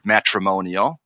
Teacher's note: that second vowel is a schwa